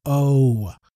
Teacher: starts with an O and finishes with an U · Term: diphthong